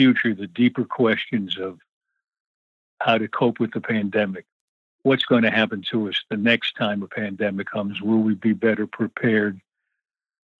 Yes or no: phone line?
yes